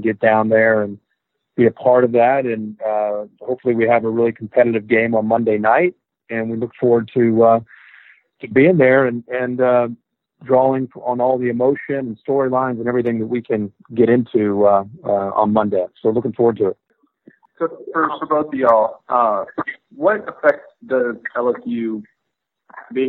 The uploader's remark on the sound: This episode is the National Championship teleconference. Which ESPN kindly allowed High Motor to share in its entirety.